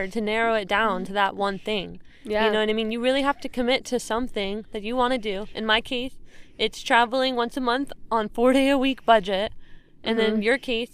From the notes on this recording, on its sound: a camping trip with my sister in Joshua Tree, CA where we record a podcast